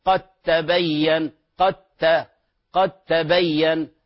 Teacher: فتدغم الدال في التاء للتجانس · Term: التجانس